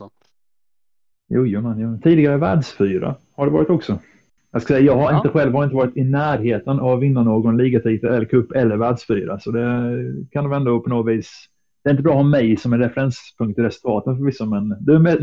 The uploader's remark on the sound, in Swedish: med en havererad mic